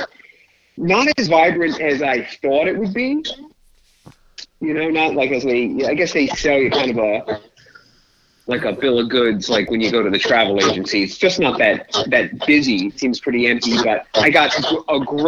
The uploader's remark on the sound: The gang gets together over the phone lines from various locations and is joined by a special guest.